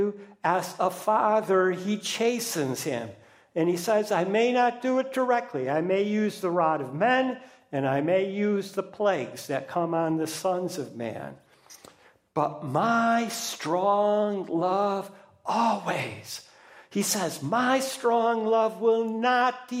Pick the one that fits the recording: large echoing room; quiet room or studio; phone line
large echoing room